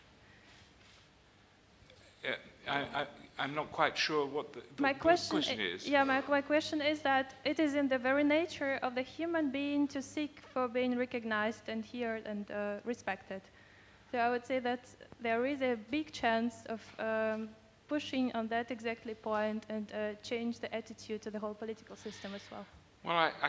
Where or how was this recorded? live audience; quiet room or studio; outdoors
live audience